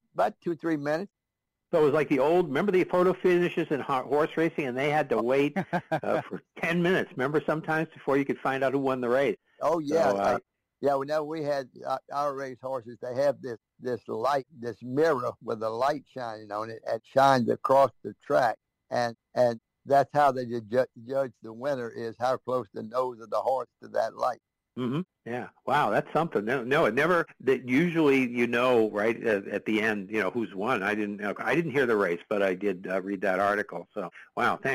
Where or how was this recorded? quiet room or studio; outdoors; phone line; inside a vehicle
phone line